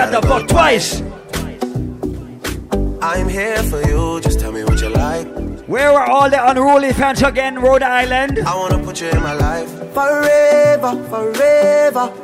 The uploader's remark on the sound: LIVE AT ISLAND SATURDAYS ON MAY 12th